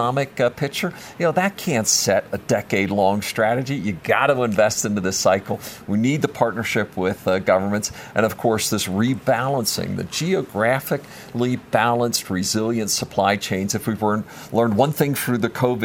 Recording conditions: busy venue